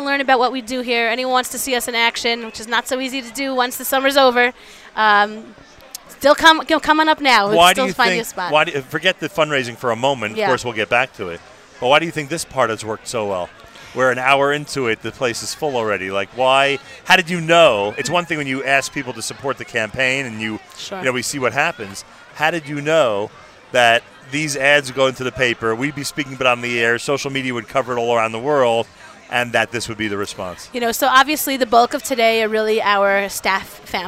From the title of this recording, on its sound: NSN Live from Camp HASC Experience Day Event